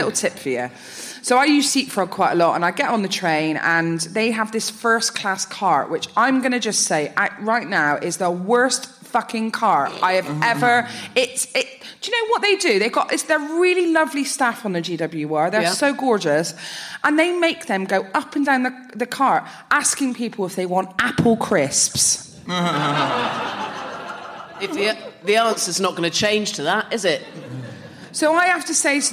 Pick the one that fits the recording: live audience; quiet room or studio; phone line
live audience